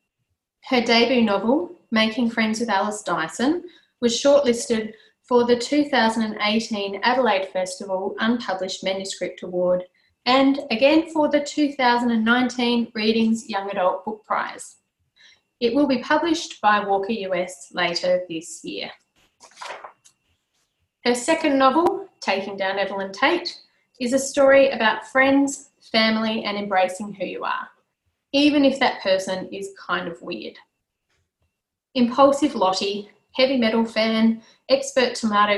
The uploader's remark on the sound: Live Recording: A LoveOzYA All Stars panel. This is a live recording of an online event hosted via Zoom during the Covid-19 crisis.